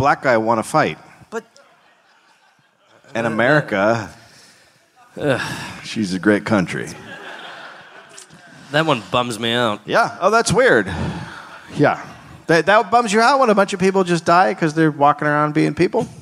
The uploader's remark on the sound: Recorded live in Dallas, Texas.